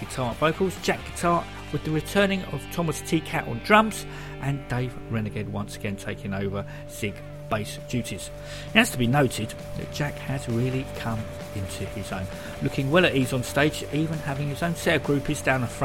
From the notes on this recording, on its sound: Recorded at the Unicorn in Camden on the 5th September.